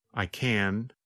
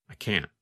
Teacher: The N sound, N, n lasts longer than in the negative form. In fact, in the negative form, because the tongue and voice stop, there is almost no sound of the letter N. · Shown in: second take